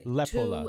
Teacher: The emphasis is on the le, they say. Lepola. And the two.